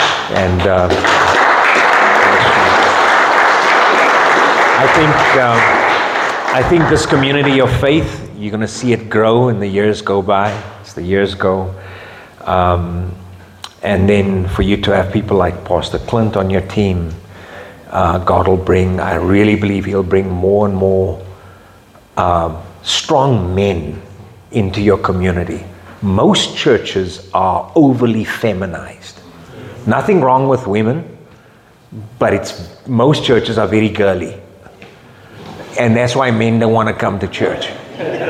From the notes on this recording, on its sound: Men’s Breakfast Meeting. From Rhema Bible Church North, delivered to our men during their breakfast fellowship.